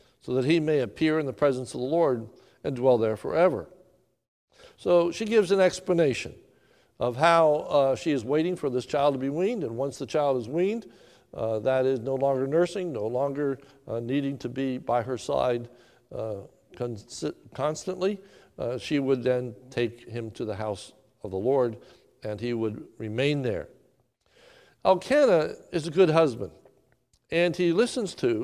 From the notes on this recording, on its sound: This is a sermon recorded live at the Lebanon Bible Fellowship Church in Lebanon, PA on 6/14/2020 at 10:45am